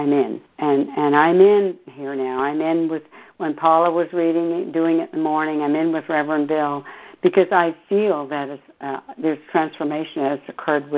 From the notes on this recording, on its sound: joining together on a Free Conference Call